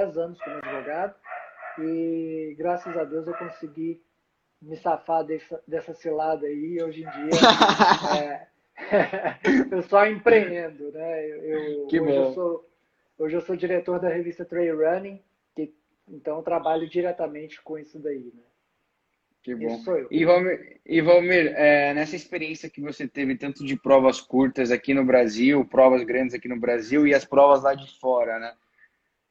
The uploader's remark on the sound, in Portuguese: durante uma live, que rolou em nosso Instagram